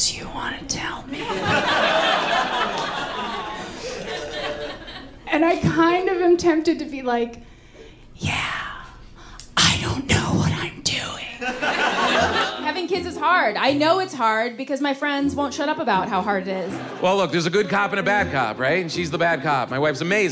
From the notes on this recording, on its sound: The comedy in this episode was recorded at live venues all around the country.